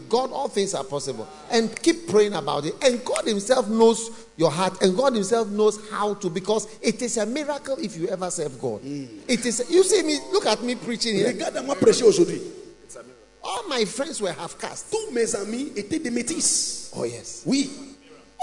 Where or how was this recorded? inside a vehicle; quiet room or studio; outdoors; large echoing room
large echoing room